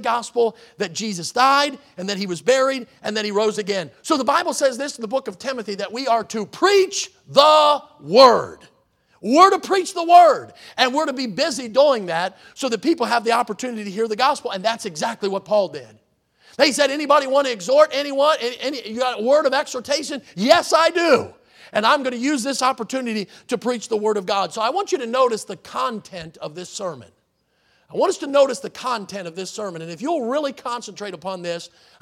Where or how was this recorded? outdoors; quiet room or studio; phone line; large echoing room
large echoing room